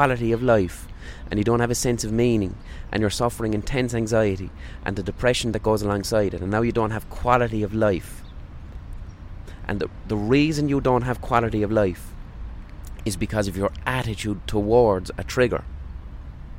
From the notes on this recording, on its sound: Recorded on a park bench.